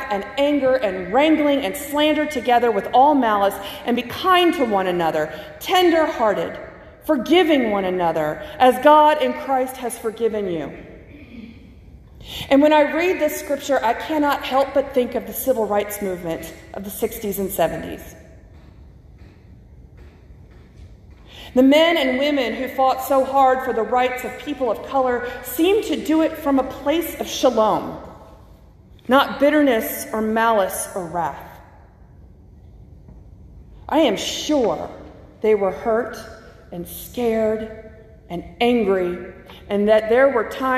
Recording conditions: large echoing room